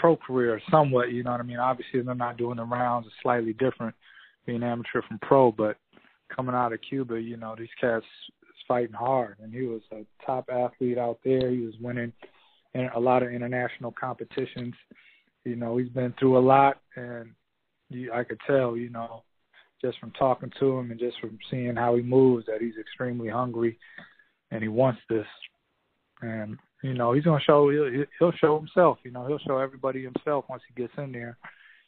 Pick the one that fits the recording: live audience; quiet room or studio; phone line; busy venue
phone line